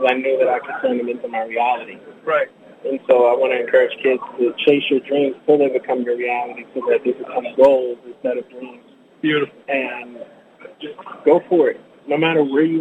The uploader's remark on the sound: Live at the FanX Convention in Salt Lake City